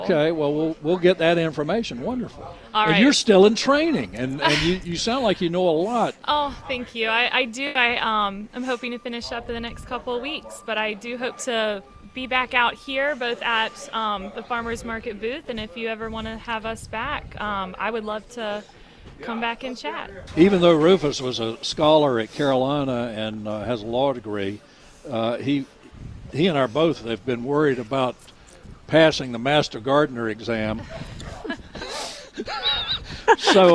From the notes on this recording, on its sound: broadcasting live from the North Carolina State Farmers Market